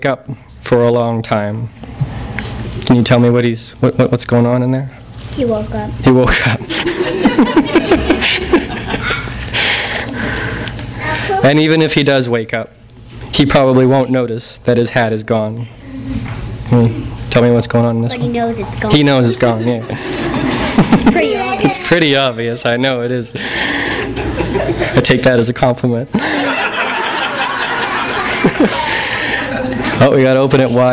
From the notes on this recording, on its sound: THIS EVENT WAS RECORDED LIVE AT SKYLIGHT BOOKS